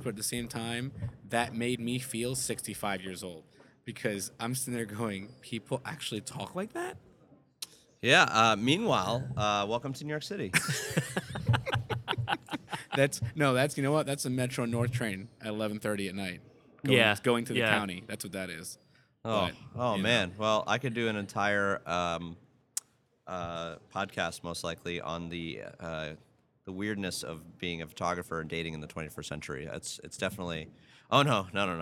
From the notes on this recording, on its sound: We’re recording live from the PDN PhotoPlus Expo in New York where we were able to swindle some of the biggest names in photography to sit in our makeshift cafeteria recording studio.